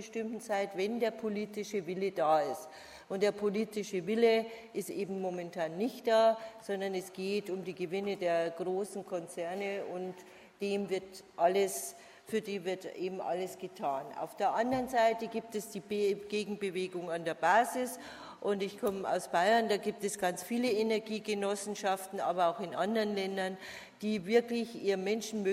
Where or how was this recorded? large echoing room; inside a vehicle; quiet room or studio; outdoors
large echoing room